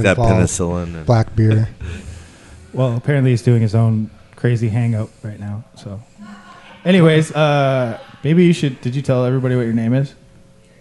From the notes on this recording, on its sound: The Bunker Project is recorded with a live interactive studio audience.